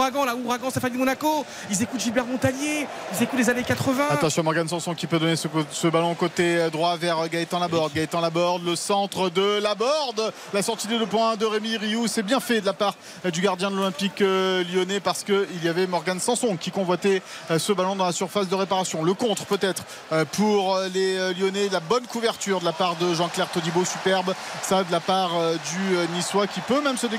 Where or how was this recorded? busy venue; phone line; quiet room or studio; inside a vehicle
busy venue